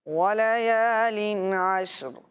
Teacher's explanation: آپ نے اس آیت کو اس انداز میں پڑھنا ہے کہ ولیالین کی تنوین میں غنہ نہیں ہونا چاہیے · Term: اظہار